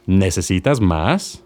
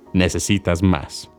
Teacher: I've said the same sentence twice, but the first time I applied a rising inflection, making it clear that I'm asking a question. · Shown in: first take